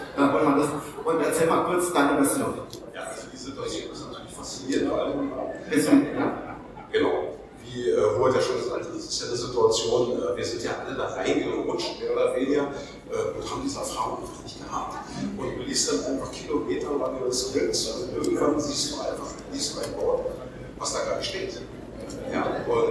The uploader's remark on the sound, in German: FedCon 2023 Missionsbericht Tag 2 (Samstag) UNCUT. Ungefiltert, fehlerhaft, erschöpft, aber dafür mit ganz viel Leidenschaft aufgenommen am jeweiligen FedCon Tag beziehungsweise Abend.